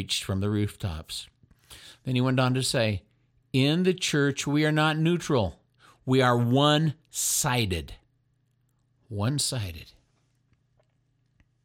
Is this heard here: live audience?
no